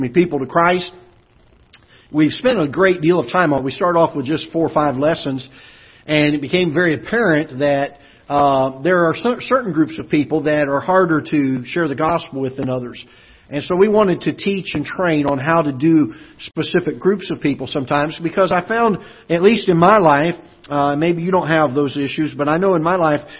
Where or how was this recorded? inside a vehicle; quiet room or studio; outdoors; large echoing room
large echoing room